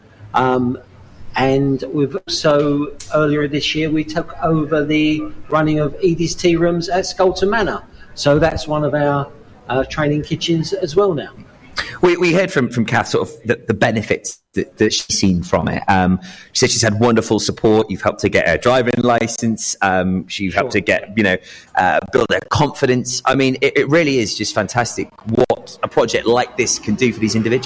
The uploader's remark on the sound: live from Caffi Cyfle 12/11 12-1pm